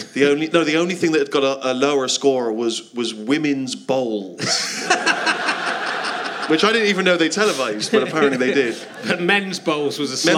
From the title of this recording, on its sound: Leicester Square Theatre Podcast